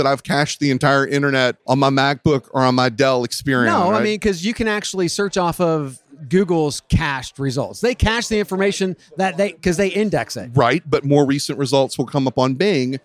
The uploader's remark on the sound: Live from TA Week in San Diego from the Qualifi booth